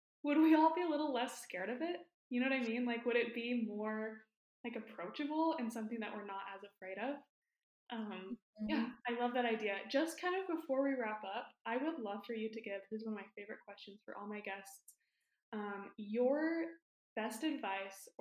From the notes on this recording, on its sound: I was so excited I forgot how to correctly attach my mic--I don't actually live in a tin can